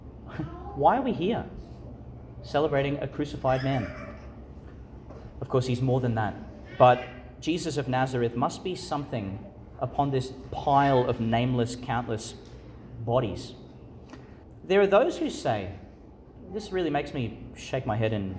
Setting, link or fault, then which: setting, large echoing room